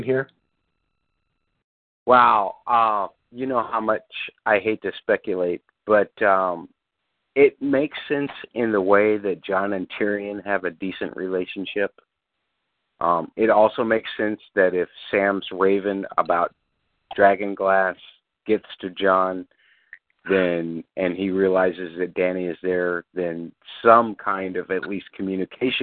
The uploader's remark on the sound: Fan Call